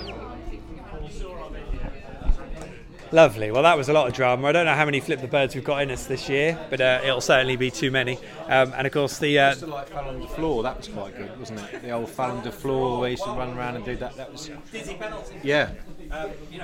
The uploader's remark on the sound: Is LIVE from Departure Lounge. Pop along to the pub and have their say live on the show.